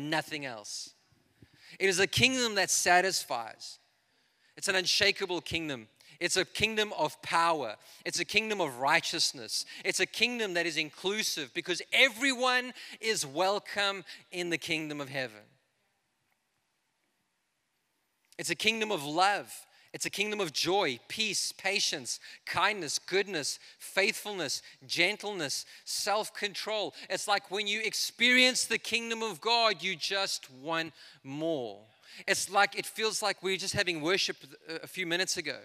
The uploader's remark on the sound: This is a message I preached in Revive Church.